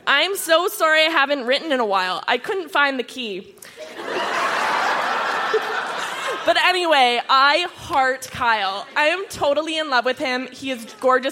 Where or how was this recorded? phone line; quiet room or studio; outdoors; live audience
live audience